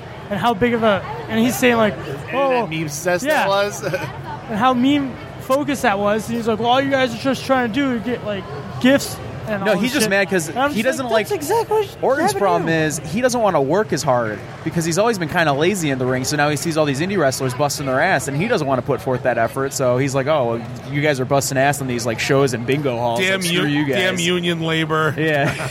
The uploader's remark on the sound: Live from Motor City Comic Con